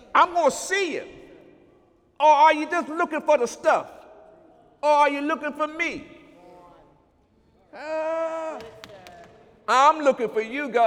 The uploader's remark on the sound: During Sunday morning service on May 7, 2017